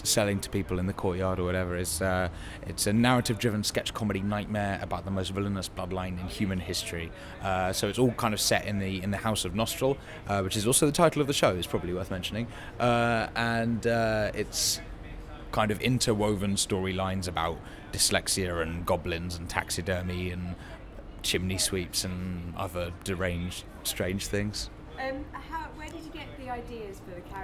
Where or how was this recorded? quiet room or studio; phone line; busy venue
busy venue